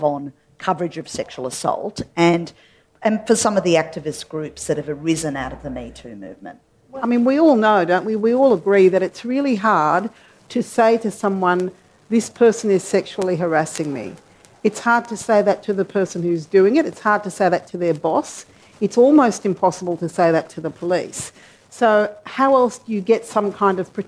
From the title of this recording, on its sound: Live Panel